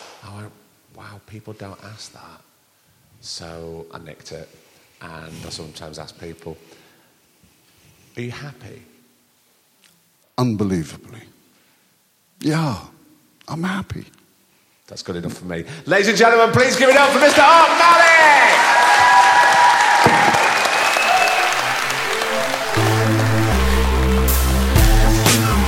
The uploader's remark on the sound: We've got a recording of a live show for you this week. We went down to the York Theatre Royal and had a wonderful evening with a bunch of lovely people.